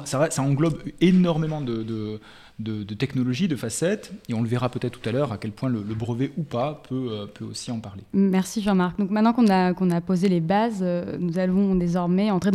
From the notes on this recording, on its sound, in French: Enregistré à l’occasion du colloque PI et Pop culture